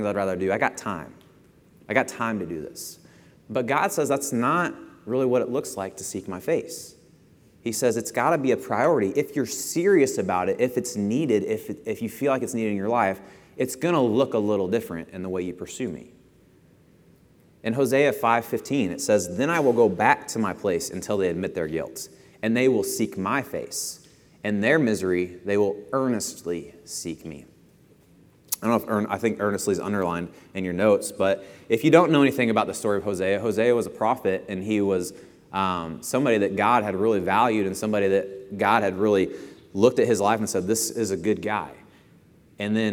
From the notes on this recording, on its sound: Lesson presented at The Crossings Church Collinsville in Collinsville, IL – a non-denominational church that meets Sunday mornings at 2002 Mall Street, Collinsville, IL just outside of St.